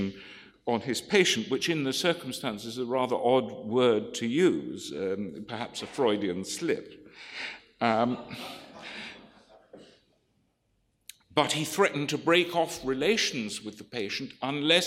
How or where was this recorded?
live audience